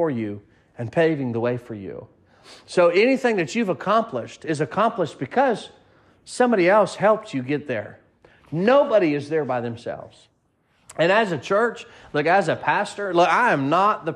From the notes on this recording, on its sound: Sermon preached at Mid County Baptist Church